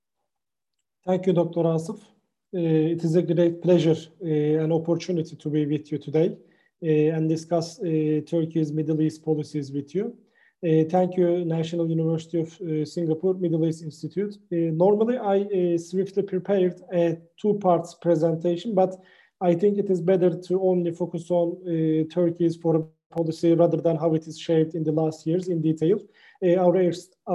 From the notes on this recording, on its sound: This public talk was conducted online via Zoom